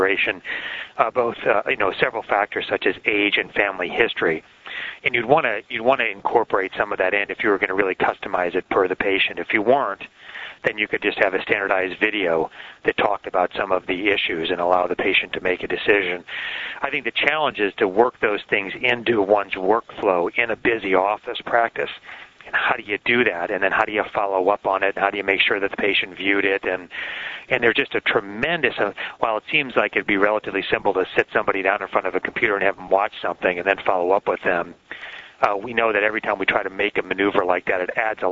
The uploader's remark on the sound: May 2006 Author in the Room® Teleconference